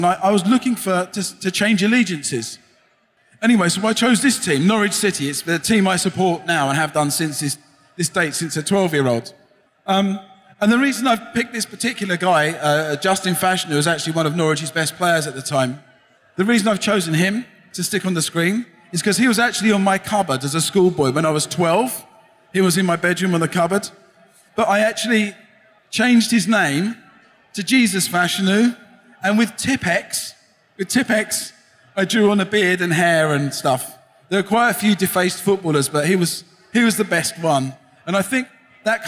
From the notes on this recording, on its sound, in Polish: Nagranie to jest zapisem sobotniego panelu na scenie głównej festiwalu Pixel Heaven 2016 . Prelekcja w języku angielskim.